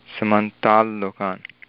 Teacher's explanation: लकारः इत्यस्य अपि स्थानं तादृश नाम तस्मिन् परिवारे तस्मिन् परिवारे आगच्छति, यतोहि तस्य स्थानं दन्तः इति कृत्वा तकारस्थाने लकारः